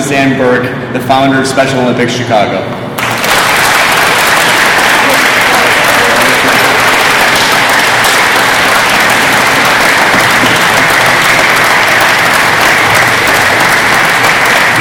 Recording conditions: busy venue